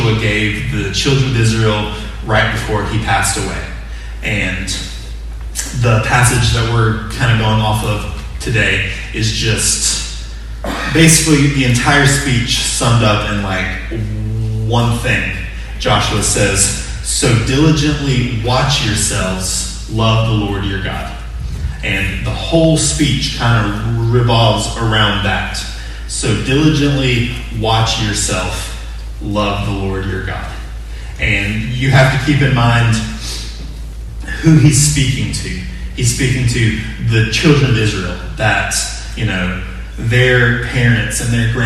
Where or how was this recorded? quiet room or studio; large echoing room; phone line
large echoing room